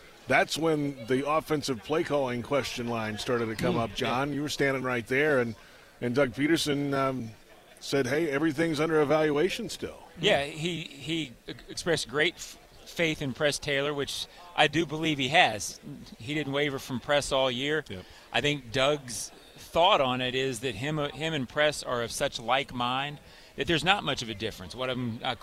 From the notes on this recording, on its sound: live from the NFL Combine